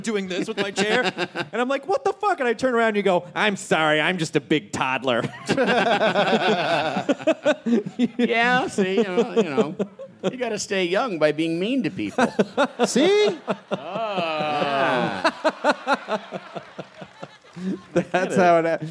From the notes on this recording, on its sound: Live from LA! It's the fun filled live show from the Nokia Theater in downtown Los Angeles!